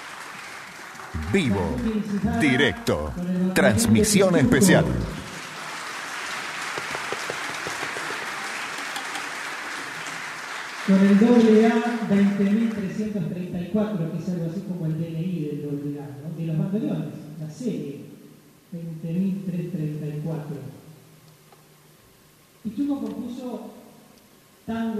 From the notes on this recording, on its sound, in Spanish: Transmisión del TangoBA Festival y Mundial desde la Usina del Arte.